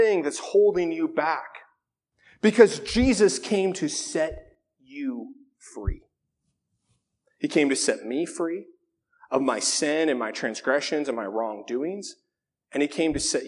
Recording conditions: large echoing room